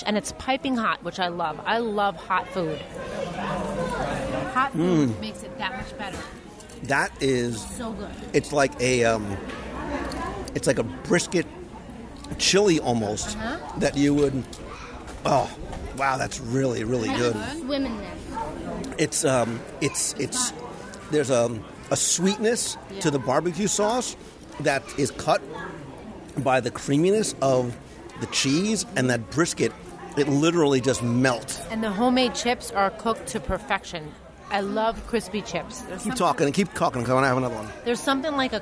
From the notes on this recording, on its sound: Geyser Point LIVE Review at Disney’s Wilderness Lodge. As part of the Copper Creek expansion to Disney’s Wilderness Lodge, the new Geyser Point Bar and Grill opened along the shores of Bay Lake.